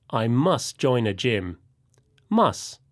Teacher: And must sounds like must without the final t sound.